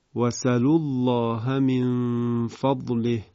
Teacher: در اینجا در واقع گویی نقل و حذف در همزه صورت گرفته، یعنی حرکت فتحه همزه به سین ساکن ما قبل نقل پیدا کرده، منتقل شده، و بعد همزه در قرائت حذف شده است